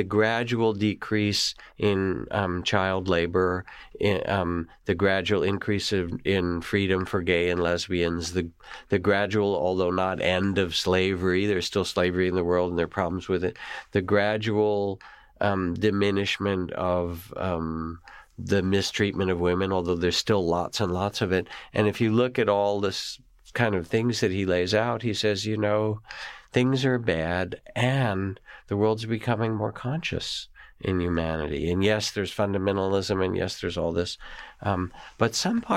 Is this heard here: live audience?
no